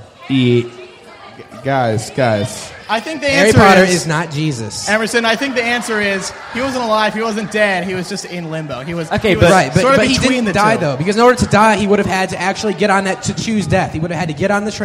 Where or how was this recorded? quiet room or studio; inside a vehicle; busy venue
busy venue